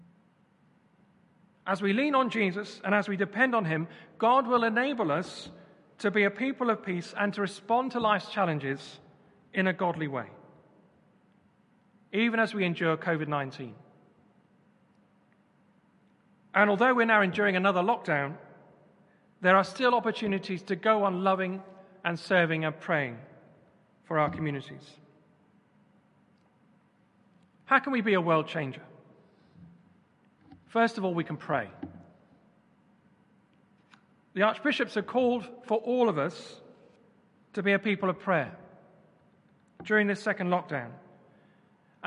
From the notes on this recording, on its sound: Remembrance Service. Christ Church, Bayston Hill (UK).